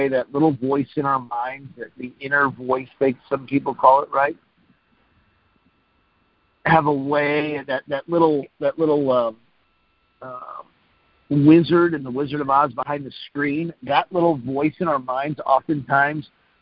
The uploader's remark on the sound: Friday Morning Conference Call